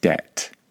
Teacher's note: I'm not exactly sure why it has a B in it, because that B is completely silent.